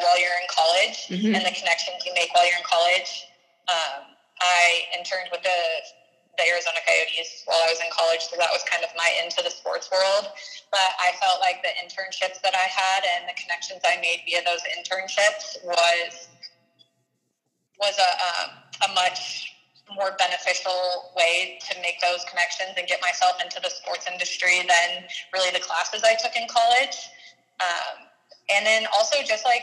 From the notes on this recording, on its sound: Apologies for the less-than-stellar audio quality of this recording due to some technology flubs.